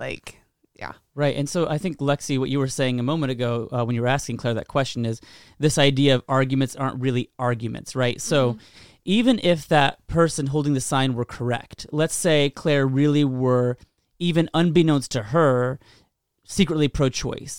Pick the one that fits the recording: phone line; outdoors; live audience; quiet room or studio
quiet room or studio